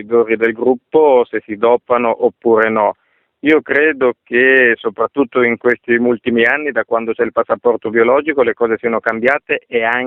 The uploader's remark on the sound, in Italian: al telefono